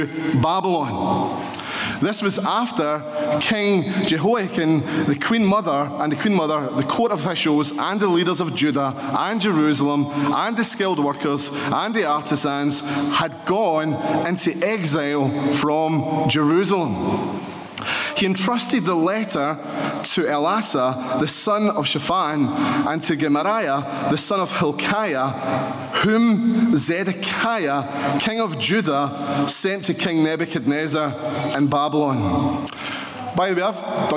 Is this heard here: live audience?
yes